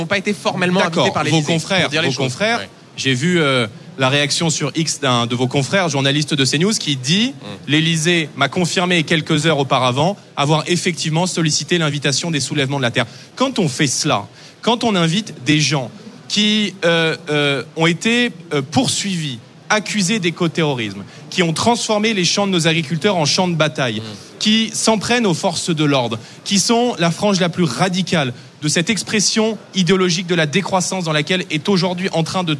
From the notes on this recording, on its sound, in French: en direct et en public